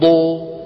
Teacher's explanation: فخرج معك صوت مخلوط من الألف بالواو